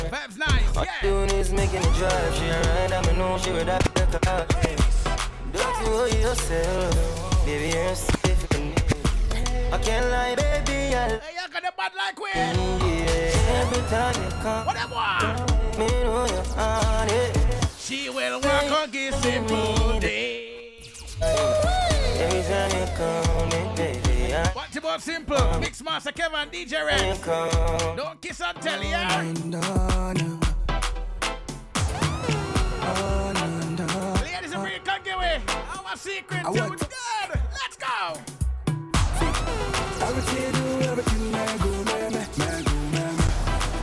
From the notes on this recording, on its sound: Live audio recording. Jahkno Radio.